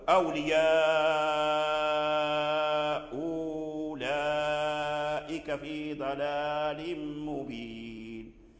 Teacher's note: وهو إبدال الهمزة الثانية واو